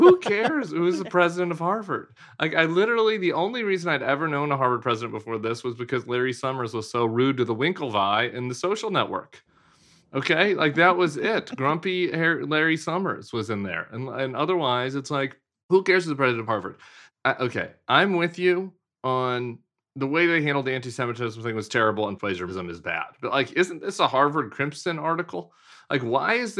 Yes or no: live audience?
no